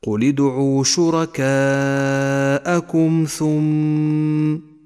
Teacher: ولاحظ أنك إذا أردت الوقوف على كلمة ثم تكون طريقة الوقوف هكذا: قل ادعوا شركاءكم ثم، نقف بغنة زمنها حركتان مع تسكين حرف الميم · Term: الميم المشددة